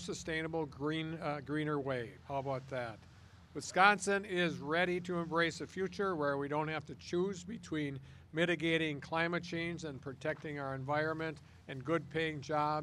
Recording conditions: busy venue